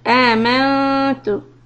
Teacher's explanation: نون is إخفاء soft quality